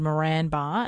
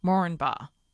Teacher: the accepted way to pronounce the name is Moranbah. The first A is not stressed. · Shown in: second take